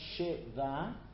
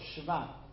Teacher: Sometimes the shva is pronounced shiva, and sometimes it's swallowed, shva.